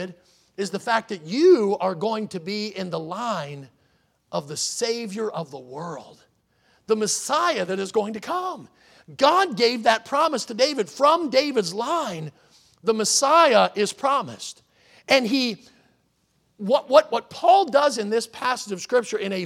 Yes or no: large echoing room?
yes